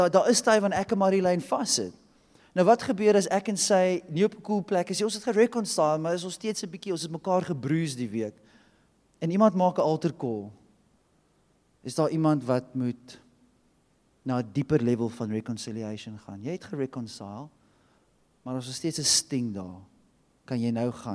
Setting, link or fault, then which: setting, large echoing room